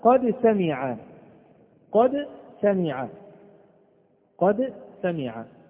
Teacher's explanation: السين تخرج من طرف اللسان فوق الثنايا السفلى. إذن هذه من طرف اللسان وهذه من طرف اللسان، إذن هناك تقارب في المخرج ولا شك.